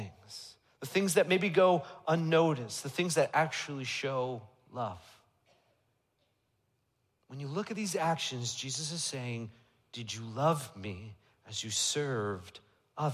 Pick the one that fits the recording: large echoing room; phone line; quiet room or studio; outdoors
large echoing room